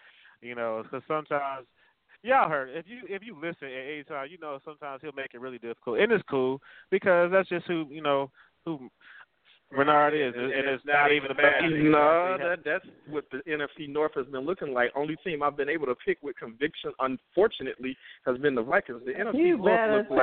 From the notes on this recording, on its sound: Live from Bears vs Packers Viewing Event.